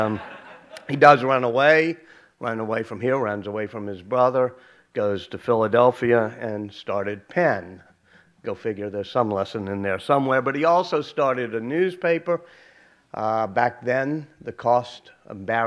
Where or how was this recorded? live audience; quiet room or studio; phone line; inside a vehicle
live audience